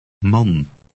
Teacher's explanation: The A in man has an A sound, as in father, but shorter.